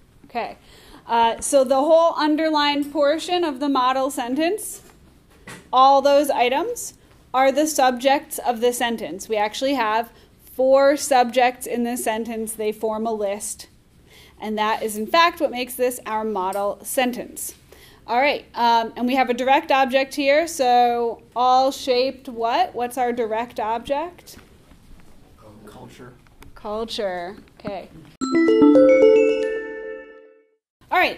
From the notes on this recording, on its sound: A recording from class on October 17, 2019